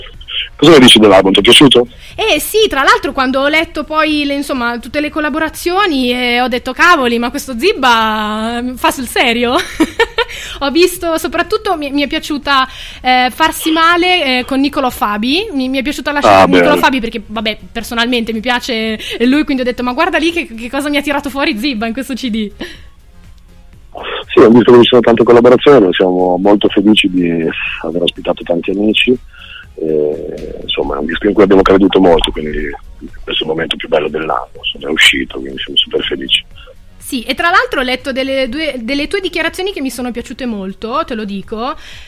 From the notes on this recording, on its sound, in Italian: è stato al telefono con me su Radio Danza per chiacchierare in diretta